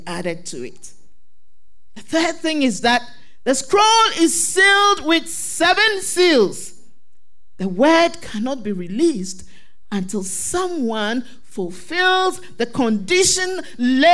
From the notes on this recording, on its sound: Sermon preached at CBC Shiashie Campus